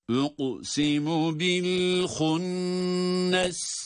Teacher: Fela uqsimu derken kaf, galgala harfi ve kalın okunuyor.